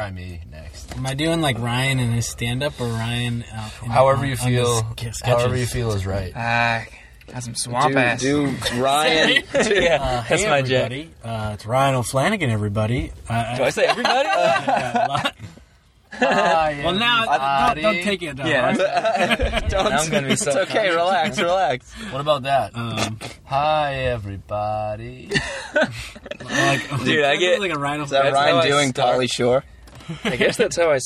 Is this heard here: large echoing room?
no